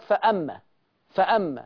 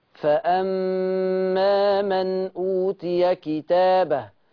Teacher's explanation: لما تجيلكوا ميم عليها الشدة وكلنا عارفين علامة الشدة، اقفوا على الميم شوية بمقدار حركتين · Shown in: second take · فأما من أوتي كتابه، يبقى أي ميم مشددة أو نون مشددة.